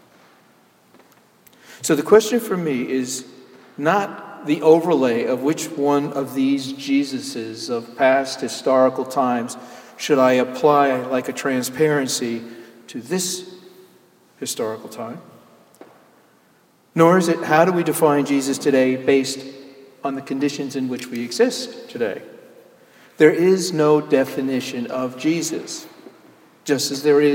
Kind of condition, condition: setting, large echoing room